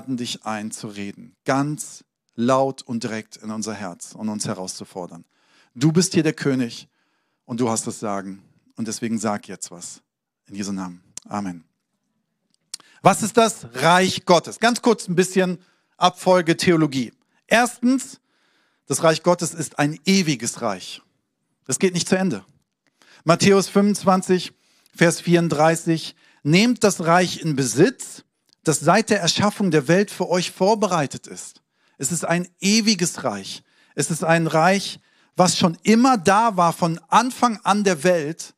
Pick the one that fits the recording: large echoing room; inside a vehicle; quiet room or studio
large echoing room